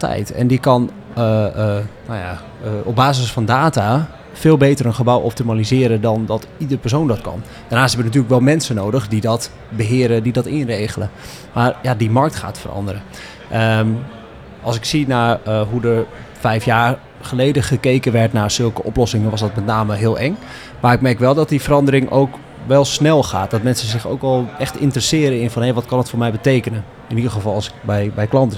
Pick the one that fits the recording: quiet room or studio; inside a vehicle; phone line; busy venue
busy venue